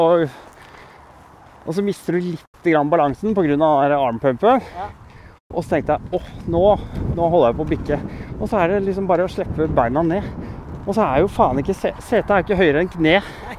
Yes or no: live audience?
no